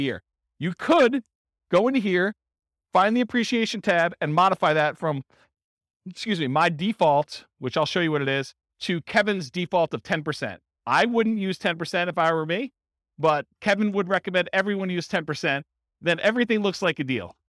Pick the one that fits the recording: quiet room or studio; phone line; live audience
live audience